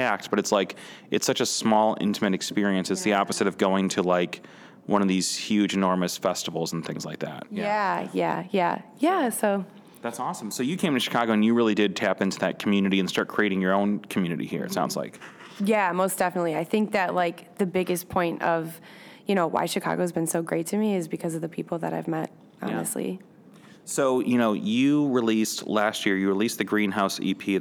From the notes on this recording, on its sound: interview recorded at SXSW 2018